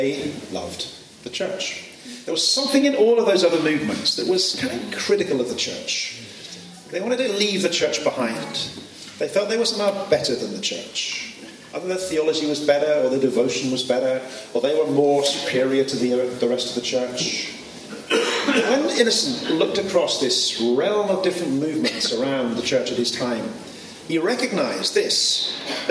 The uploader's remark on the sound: This podcast was recorded at the 2019 OMS Vow Ceremony in Belfast Ireland